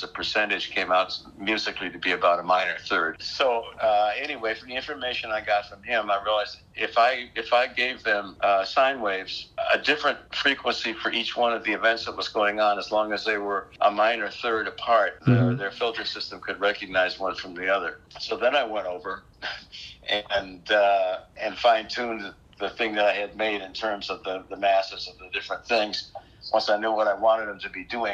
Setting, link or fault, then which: link, phone line